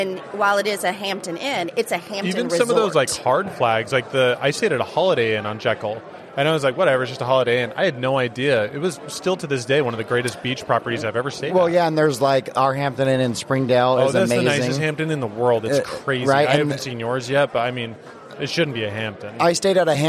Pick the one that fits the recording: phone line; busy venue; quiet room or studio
busy venue